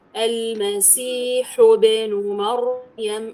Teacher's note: إتمام الضم عند الحاء وضم الشفتين ثم قلقلة الباء المسيح ابن مريم لا الضم حقه أكثر مو المسيح فقط المسيح ابن مريم حتى يظهر معك القلقلة صحيحة.